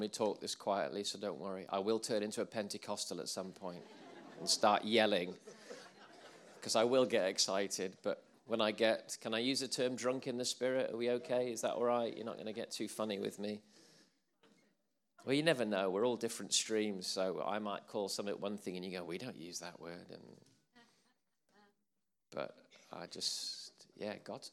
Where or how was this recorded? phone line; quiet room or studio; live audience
live audience